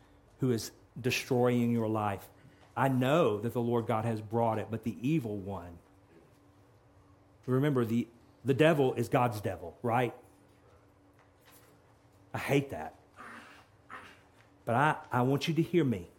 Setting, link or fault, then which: setting, large echoing room